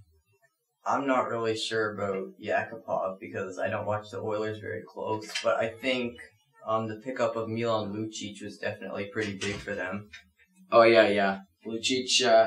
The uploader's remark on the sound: Apologies for any glitches as we are still getting used to our new studio.